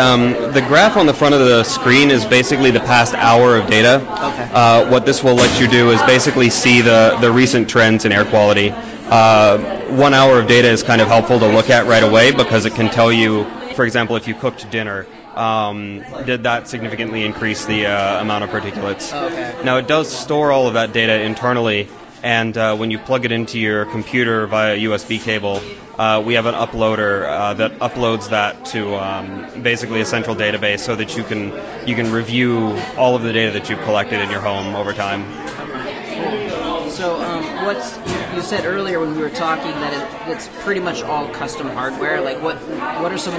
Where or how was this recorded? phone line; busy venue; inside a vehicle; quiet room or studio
busy venue